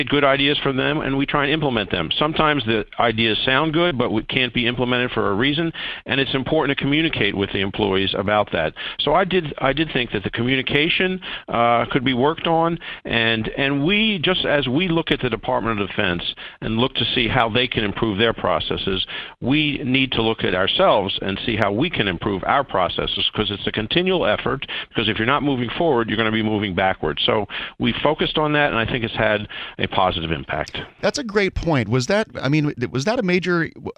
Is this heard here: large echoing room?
no